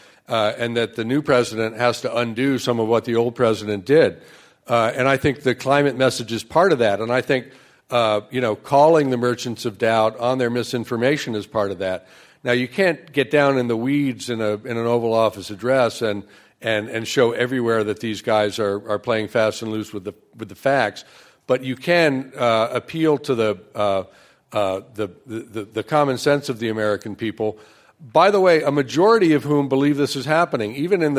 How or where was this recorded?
live audience